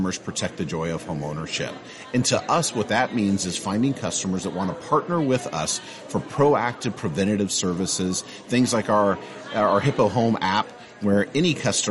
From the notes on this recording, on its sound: from the annual Insurtech Insights conference held in June in New York City